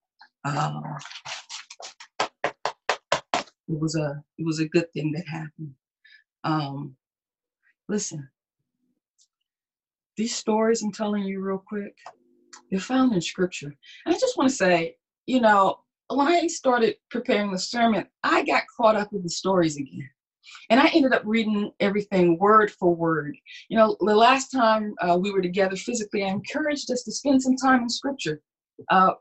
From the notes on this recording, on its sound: Our Zoom streamed Sunday Service!